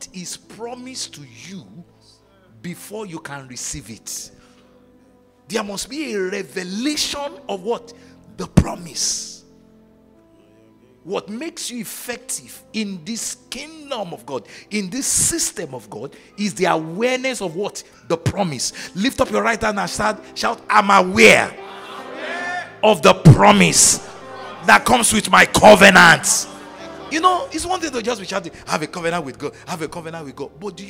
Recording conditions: live audience